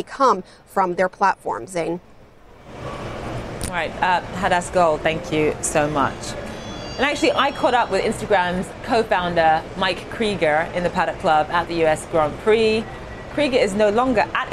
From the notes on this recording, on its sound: live from The New York Stock Exchange